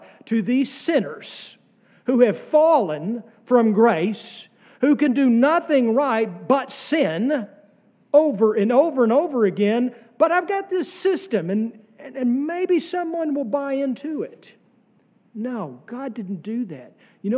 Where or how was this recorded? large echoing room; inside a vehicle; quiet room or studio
large echoing room